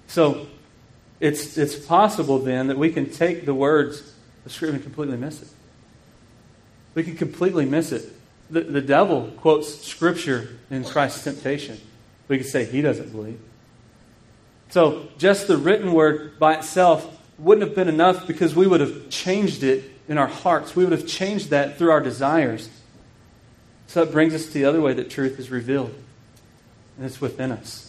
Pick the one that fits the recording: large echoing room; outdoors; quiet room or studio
large echoing room